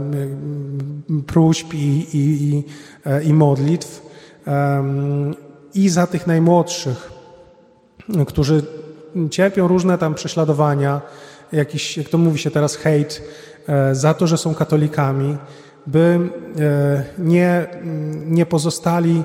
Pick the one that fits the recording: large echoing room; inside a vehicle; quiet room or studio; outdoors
large echoing room